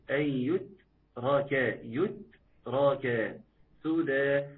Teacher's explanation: سدى تحقيق ضم السين، نعم مد طبيعي عوض عن التنوين يمدد لقدر حركتين